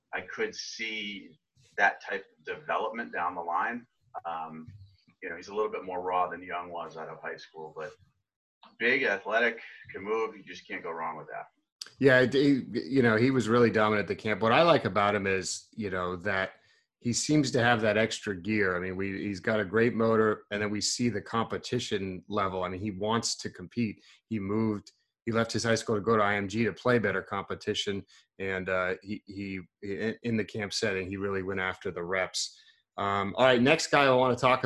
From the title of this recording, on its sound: Zoom Audio